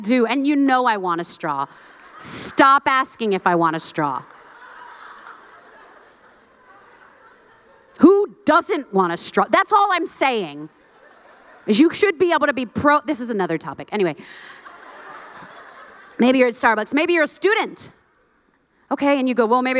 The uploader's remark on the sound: live from the 2022 Known Conference